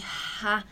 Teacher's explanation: no português a gente vai ler sempre com esse som aspirado de ra